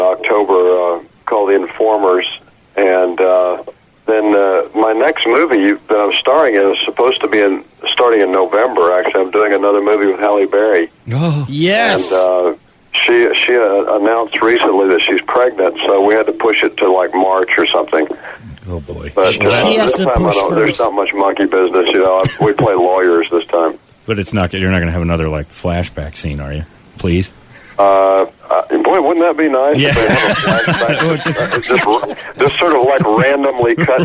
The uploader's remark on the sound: calls